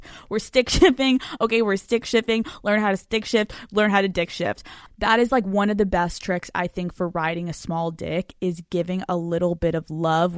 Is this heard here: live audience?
no